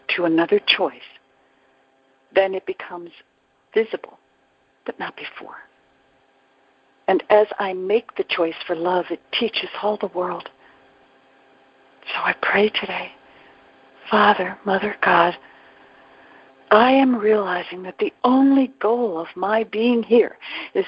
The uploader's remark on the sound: ACIM Daily TEXT Conference Call